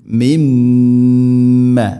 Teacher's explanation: മിനസ് സമാഇ, മിൻ മാഇൻ, മിൻ സുക്കൂനുള്ള നൂന് ശേഷം മീമ്, നൂനിനെ മീമിലേക്ക് ഇദ്ഗാം ചെയ്യണം, കൂട്ടി ലയിപ്പിച്ച് മണിച്ചുകൊണ്ട് ഉച്ചരിക്കണം